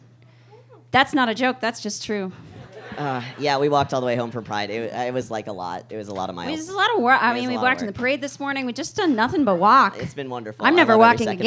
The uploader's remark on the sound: SURPRISE LIVE EPISODE! We recorded a whole ass live episode for real! Recording our Gender, Fucked live show.